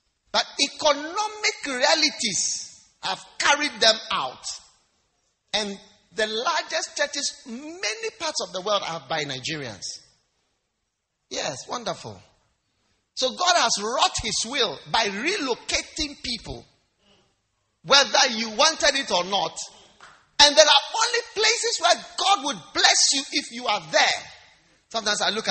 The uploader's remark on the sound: Preached at the First Love Church, University of Ghana